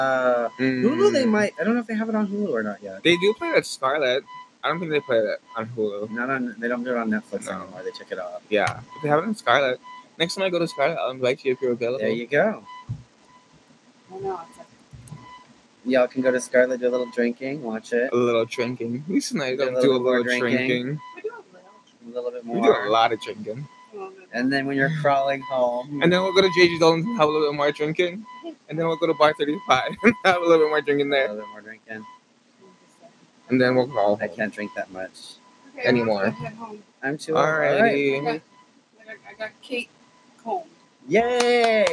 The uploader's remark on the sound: Still some mic problems but we push thru.